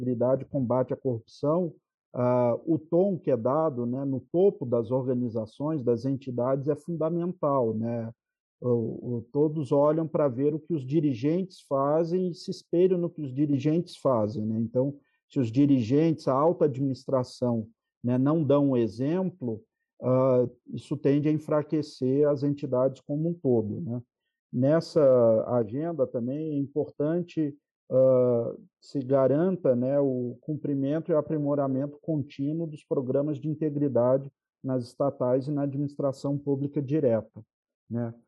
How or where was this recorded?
video call